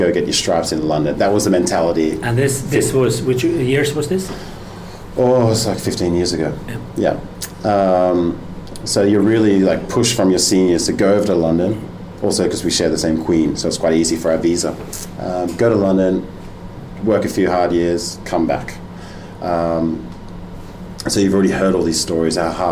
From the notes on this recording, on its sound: at his restaurant in the center of Copenhagen